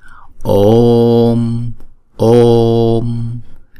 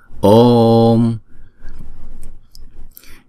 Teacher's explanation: Vì chữ ô là diphthong cho nên chúng ta sẽ đọc hai nhịp trước rồi chúng ta mới đóng chữ ô đó lại.